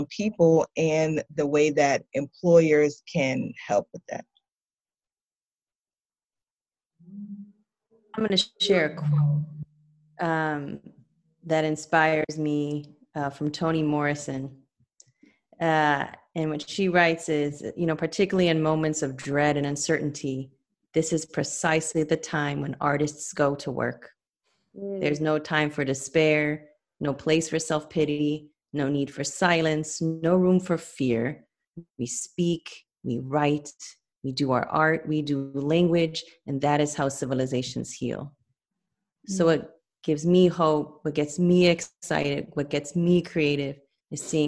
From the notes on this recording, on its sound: still hosted the panel, virtually, and shared the conversation during a live watch party